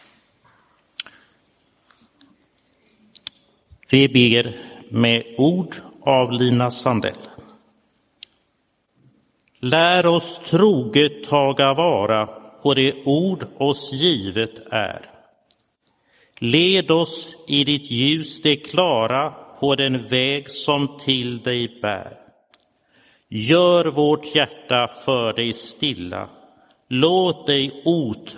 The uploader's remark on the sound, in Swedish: Inspelad i Roseniuskyrkan den 24 juli 2022.